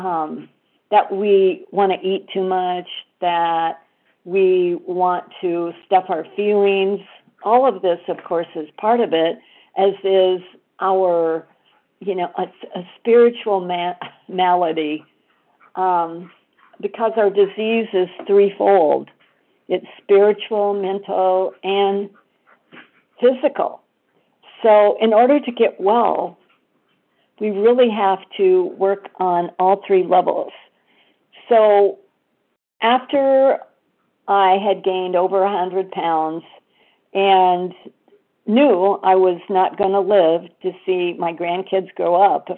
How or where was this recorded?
phone line